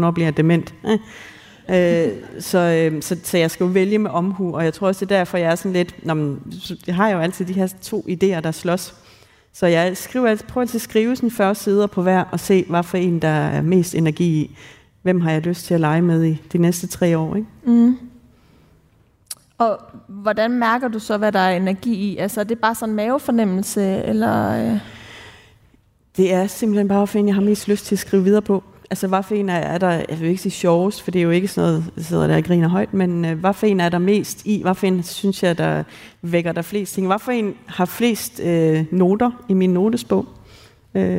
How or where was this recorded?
busy venue